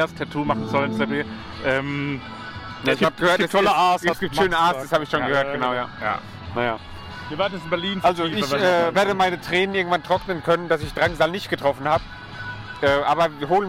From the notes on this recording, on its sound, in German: Maifeld Derby Festival Tag 1. Wir melden uns live vom Maifeld Derby!